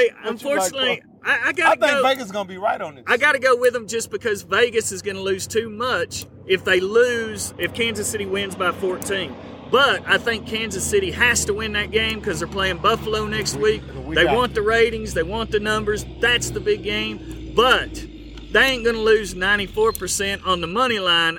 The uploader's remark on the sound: Being out in the open there is noise that may not filter out